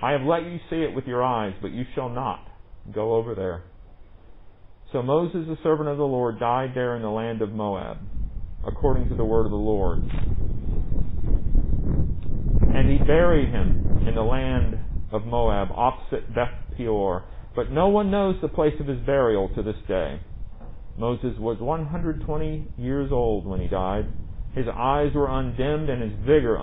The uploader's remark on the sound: Recorded at MPPC under the pavilion.